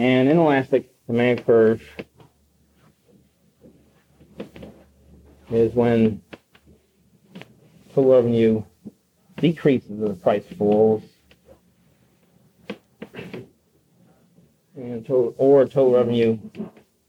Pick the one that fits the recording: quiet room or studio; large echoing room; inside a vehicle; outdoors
large echoing room